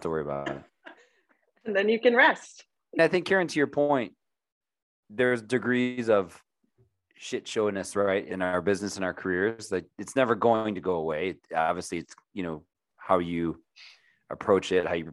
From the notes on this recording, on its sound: We're all different parts of the country. Through the magic of zoom we're here together.